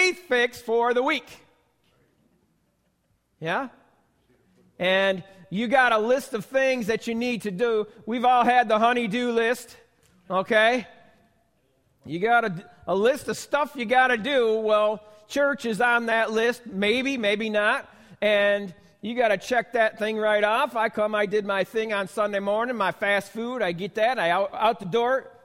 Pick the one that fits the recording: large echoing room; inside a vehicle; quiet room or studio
large echoing room